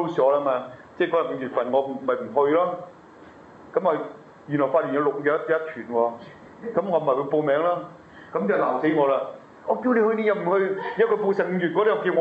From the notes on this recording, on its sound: delivered to the HK’s June 2010 Medjugorje Pilgrims on May 9, 2010, in the Church of the Annunciation Church